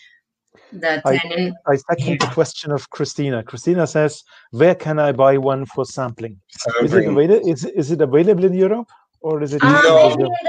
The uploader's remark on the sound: Unedited recording of our FB live